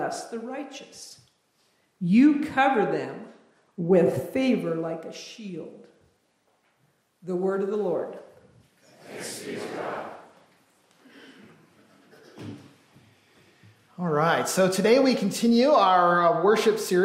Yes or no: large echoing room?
yes